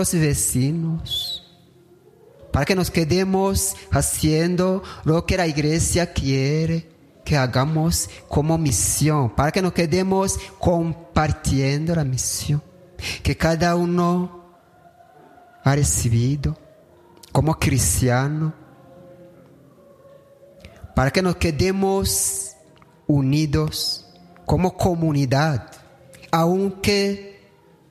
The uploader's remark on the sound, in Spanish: retransmitimos desde el Santuario de Kibeho la Santa Misa